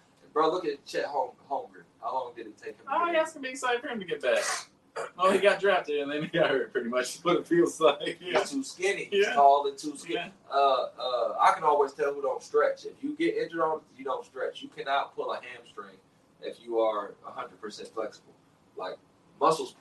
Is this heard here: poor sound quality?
yes